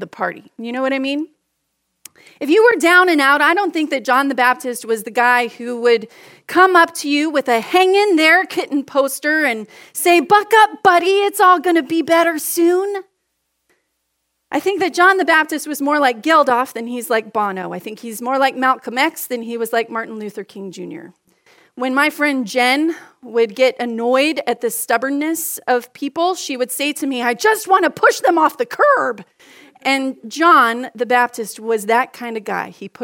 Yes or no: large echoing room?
yes